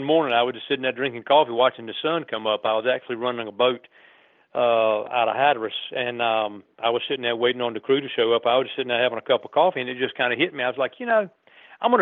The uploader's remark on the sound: phones in to tell us